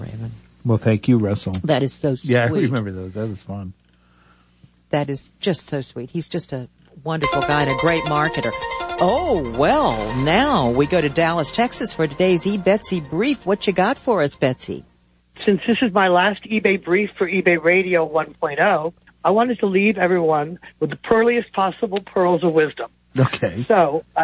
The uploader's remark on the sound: Open phones